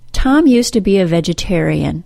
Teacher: This transition from used to to used includes three changes. The Z sound changes to the S sound, the D sound is dropped completely, and the OO sound of the word to changes to schwa. · Term: informal contraction useta